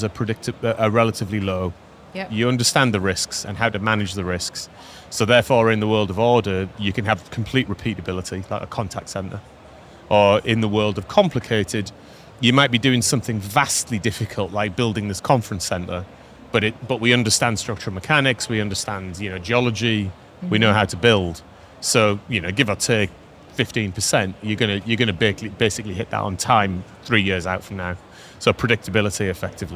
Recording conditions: busy venue